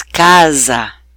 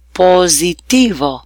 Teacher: An S between two vowels sounds like the English Z sound